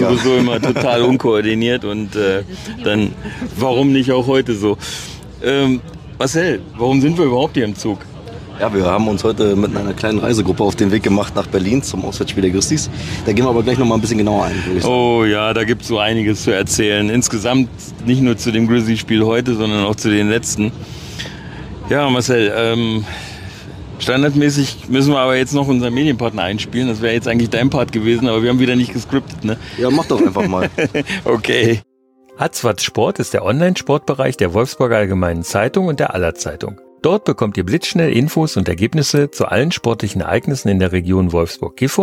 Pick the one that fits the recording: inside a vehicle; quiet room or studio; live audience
inside a vehicle